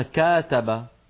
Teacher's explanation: أن تطويلا قليلا في فتحة الكاف حولها إلى ألف، فحول الفعل من فعل إلى آخر وحول معنى؟